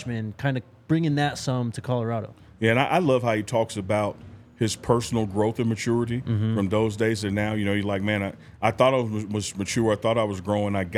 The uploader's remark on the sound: live from the DNVR Bar